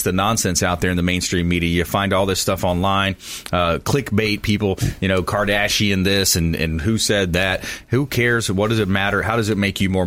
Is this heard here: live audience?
no